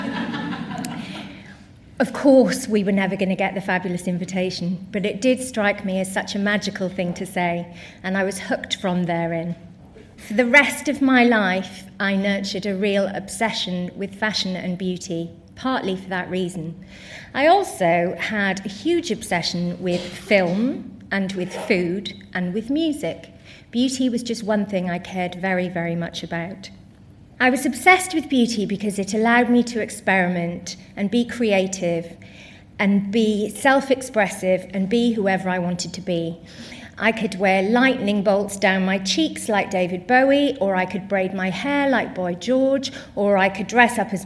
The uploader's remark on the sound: Recorded at 5x15 in Bristol in June 2017. There are only two rules - no scripts and only 15 minutes each.